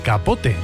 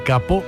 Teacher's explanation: Capote, cuando en francés todavía se pronunciaba la T de capot, y capó, cuando ya no.